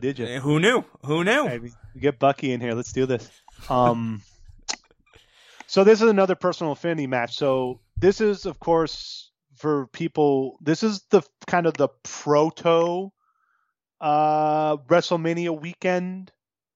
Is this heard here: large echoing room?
no